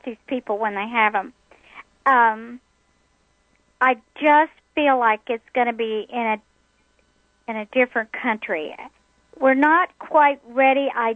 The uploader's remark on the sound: Opening the phone lines to take your questions about your life purpose, relationships, career opportunities and every.